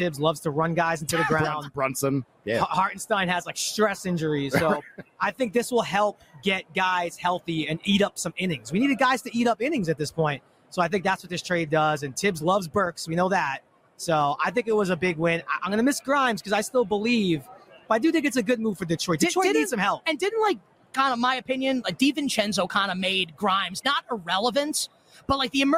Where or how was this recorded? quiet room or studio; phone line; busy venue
busy venue